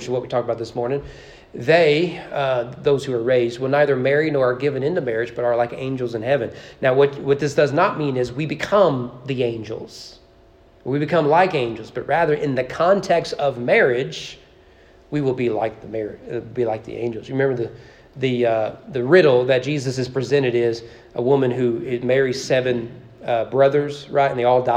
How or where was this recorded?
large echoing room